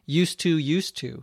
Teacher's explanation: Now, when you pronounce it, there's no difference. Used to, the D and the T sounds come together as one